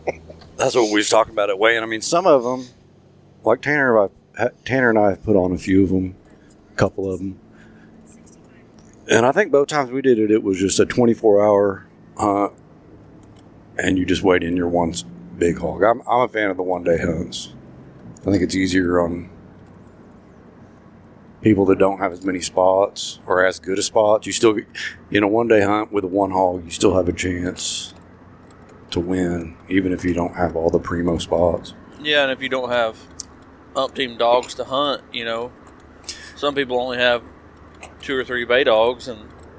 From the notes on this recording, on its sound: On the drive home we recorded a run down